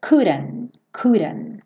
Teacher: se você reduzir o D do couldn't para rarará, o T não vai ter som